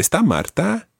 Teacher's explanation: remember raising your voice at the end